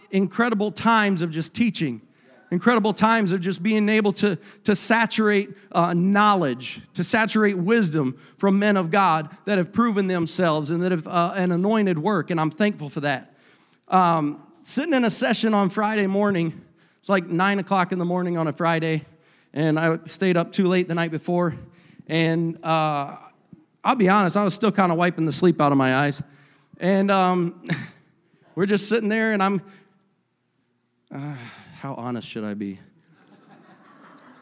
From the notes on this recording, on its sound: a service recording from Connect Point UPC